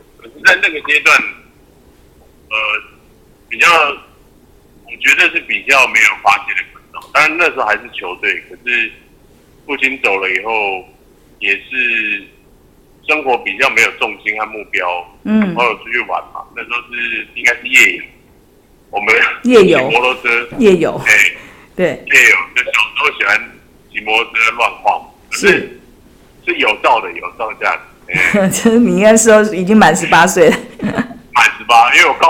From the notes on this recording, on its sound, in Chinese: 本集因採電話訪問，錄音品質稍有影響，敬請見諒。